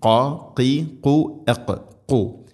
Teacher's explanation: ഖാഫ് തൊണ്ടയുടെ മുഗൾ ഭാഗം കഴിഞ്ഞ് ചെറുനാക്കാണ് അതിൻ്റെ മഖ്റജ്